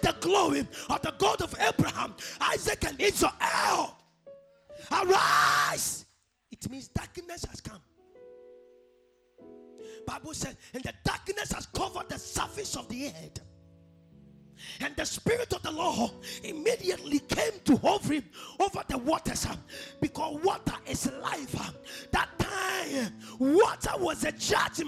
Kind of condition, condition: setting, large echoing room